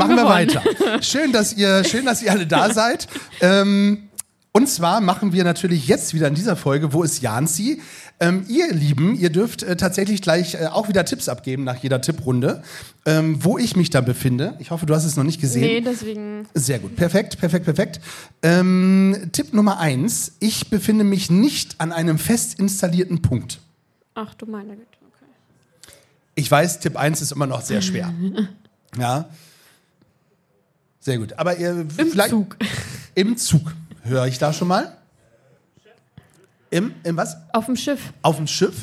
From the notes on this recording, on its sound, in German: In dieser Liveaufnahme beim Podfluencer Festival in Neu Ulm. PS: Diese Aufnahme wurde mit Equipment der Fa. Rode in der Werkstatt für Kommunikation in Neu-Ulm aufgenommen.